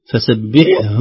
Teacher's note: الحاء ساكنة بعدها هاء مضمومة